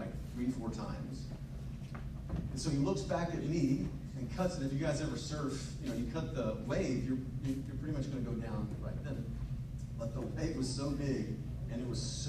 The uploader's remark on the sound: LIVE From The 2022 TCR Fall Event. Took the microphone and shared his story and message to the members of the TCR community.